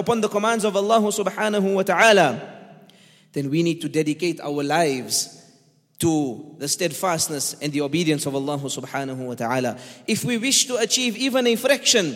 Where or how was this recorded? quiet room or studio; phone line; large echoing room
large echoing room